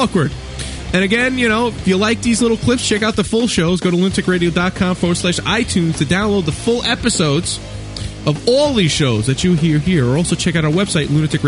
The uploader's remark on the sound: an akward phone call